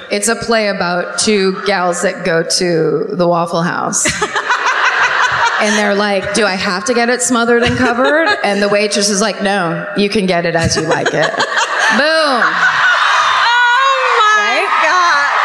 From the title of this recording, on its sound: Live at the Tampa Theatre in Tampa